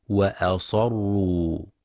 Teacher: وينتبه القارئ لتفخيم الصاد في كلمة وأصروا فلا يقرأ بترقيق الصاد فتشبه في اللفظ وأسروا من الإسرار.